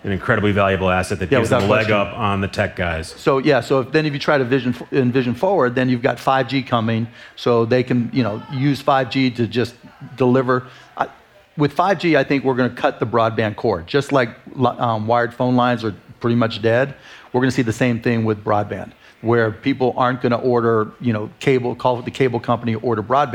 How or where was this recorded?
live audience